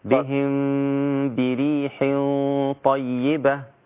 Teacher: الميم الساكنة مع الباء يحصل إخفاء